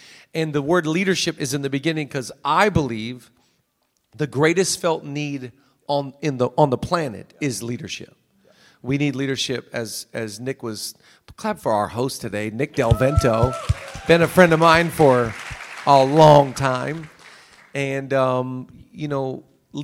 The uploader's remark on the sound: the podcast is on location at VousCon 2023 in Miami with Vous Church!